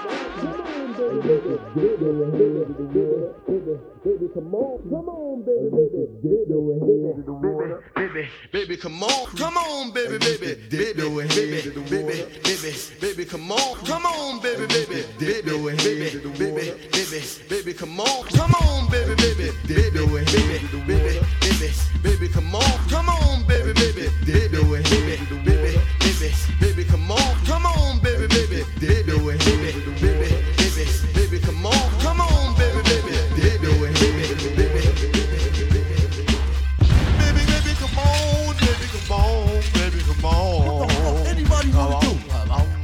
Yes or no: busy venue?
yes